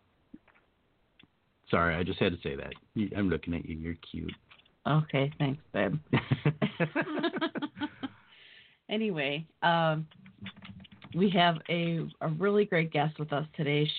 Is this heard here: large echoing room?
no